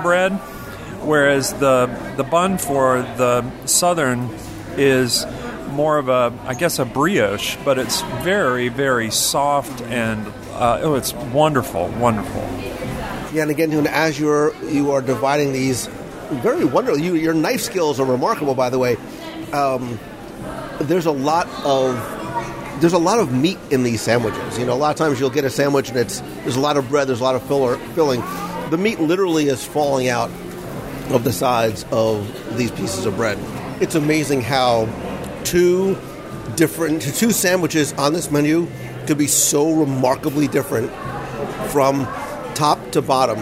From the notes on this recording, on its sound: Polite Pig at Disney Springs LIVE Dining Review. This week, I invite you to join me for lunch at The Polite Pig in our live dining review.